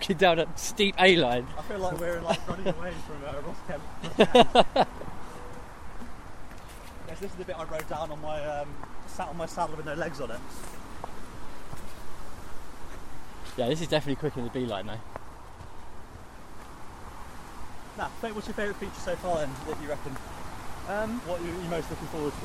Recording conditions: outdoors